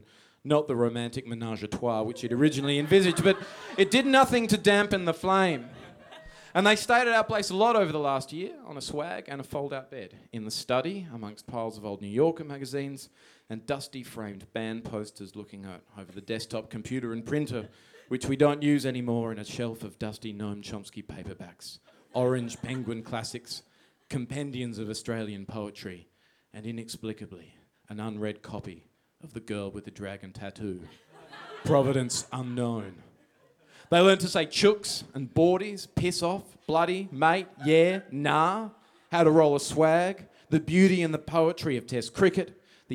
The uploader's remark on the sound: Live from the legendary Grace Emily Hotel